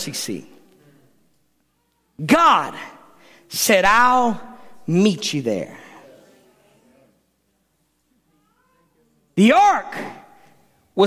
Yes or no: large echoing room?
yes